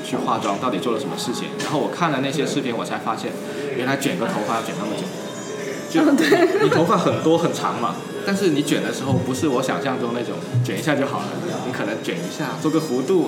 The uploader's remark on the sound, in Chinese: 在咖啡馆里录科技灌水播客。本期节目是我和两位朋友在咖啡馆喝咖啡的时候临时起意录的，100% 灌水无添加，非常符合本播客的宗旨。